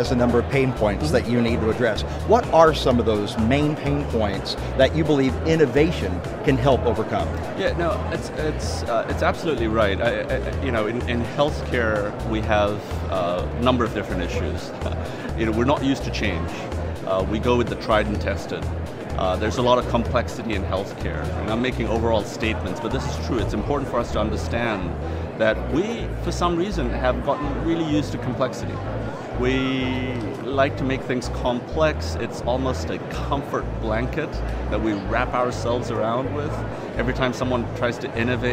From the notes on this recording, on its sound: LIVE from #HIMSS16.